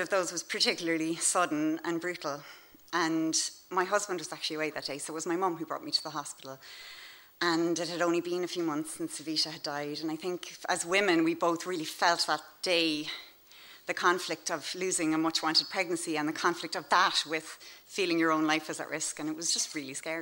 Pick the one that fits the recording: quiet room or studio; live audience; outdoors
live audience